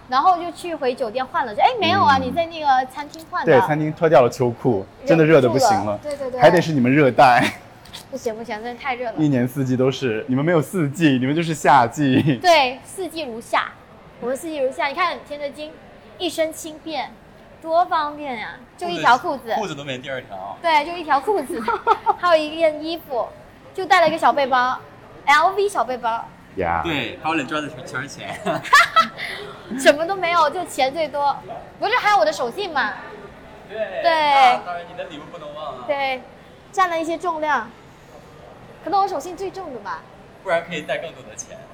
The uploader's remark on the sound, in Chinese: 大马免签之旅吉隆坡citywalk。边走边聊 有点吵。